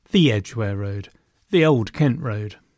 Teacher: in a road name, both parts of the name are equally stressed